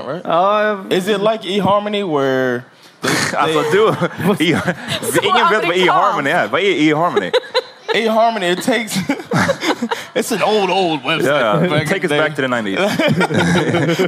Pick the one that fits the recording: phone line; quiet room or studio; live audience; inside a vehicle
live audience